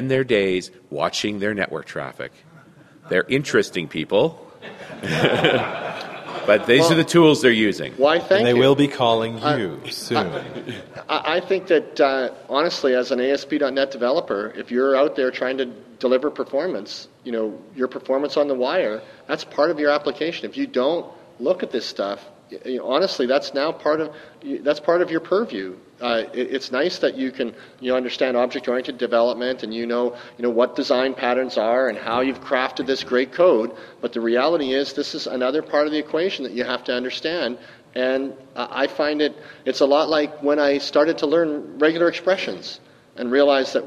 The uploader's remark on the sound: live from Dev Connections in Las Vegas